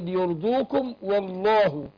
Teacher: يبقى بفخم عشان الواو قبلها مفتوحة، يبقى لام لفظ الجلالة لو سبقها مفتوح أو مضموم تفخم